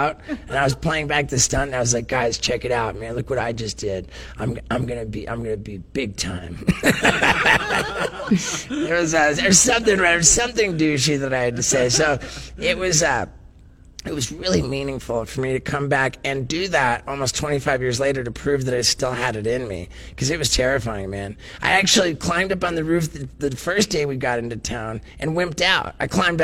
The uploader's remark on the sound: live from RoadRunner Food Bank